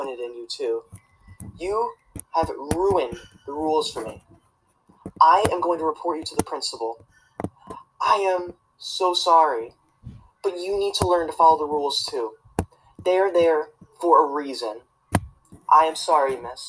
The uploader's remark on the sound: I'm sorry about the people in the background